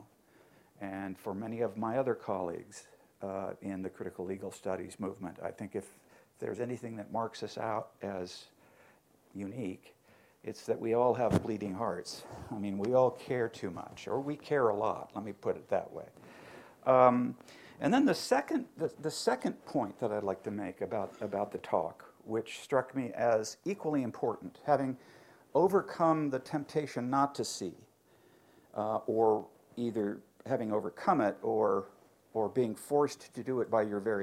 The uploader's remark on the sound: Birkbeck Inaugural Lecture